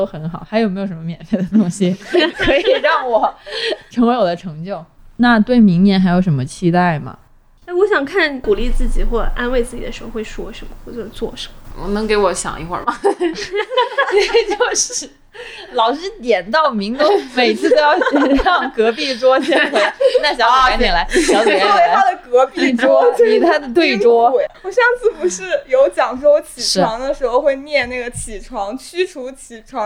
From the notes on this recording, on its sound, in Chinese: 因为录制当时有施工声，后期剪辑做了处理后导致人声没那么清亮。